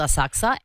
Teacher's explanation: You don't pronounce the U